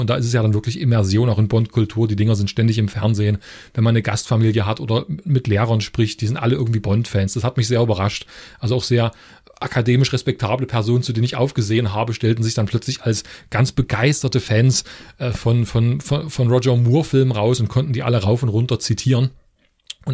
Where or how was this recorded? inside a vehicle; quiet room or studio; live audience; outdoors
quiet room or studio